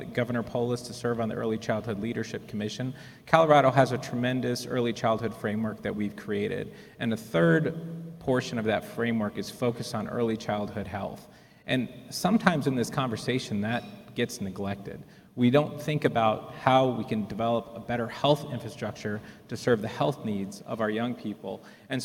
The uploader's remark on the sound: Panel Discussion from the EPIC Annual Meeting